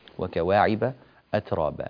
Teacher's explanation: وكواعب أترابا وكواعب ولا تقل وكوا وهذا الصوت ليس صحيحا و رقق الواو والألف التي بعدها